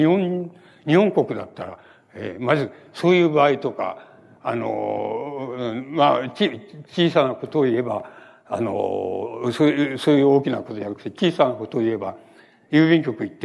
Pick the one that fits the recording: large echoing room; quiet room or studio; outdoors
large echoing room